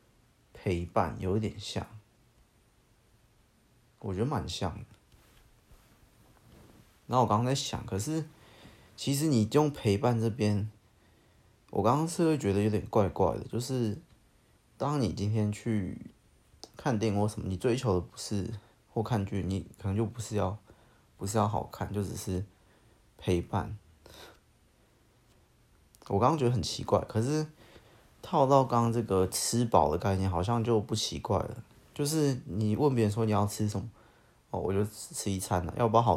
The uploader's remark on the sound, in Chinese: 音質不是很好，可能之後還是盡量少用手機錄吧